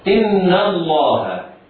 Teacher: اللام ولام لفظ الجلالة وقعت بعد فتح فحكمها التفخيم، مع ملاحظة أن القارئ عليه أن يحترز من تفخيم الهاء